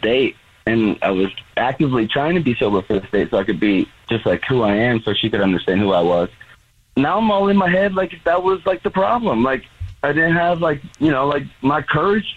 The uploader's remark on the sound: We get that other person on the phone to see why they're "ghosting". There is a guy on the phone who is not getting a call back from a date that he went on.